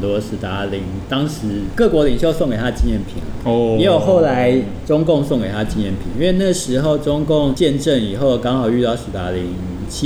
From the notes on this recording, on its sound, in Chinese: 本集白噪音指數：微風級 2/5。就算有隔板的消音、口罩的阻擋、糕餅房傳出的砰砰碰碰聲，及梅花座的難題。在貼合主題的【明星咖啡館】現地錄音！錄音地點： 明星咖啡館 - Cafe Astoria。